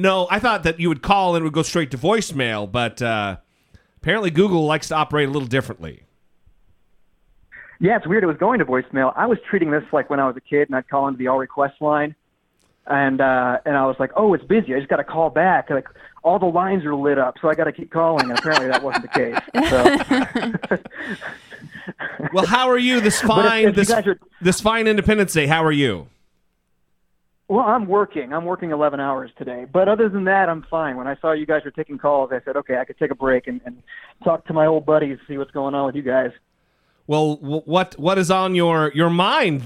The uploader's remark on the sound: Call-in Episode. Take calls from listeners on Independence Day.